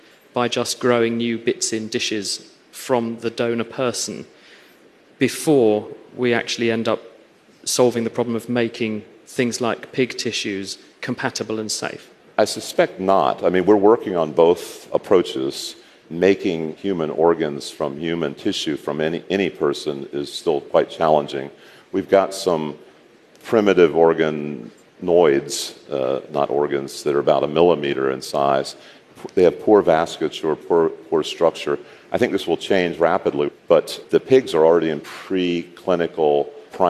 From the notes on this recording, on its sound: Live in front of a studio audience at the Hello Tomorrow Summit, in Paris, 2019.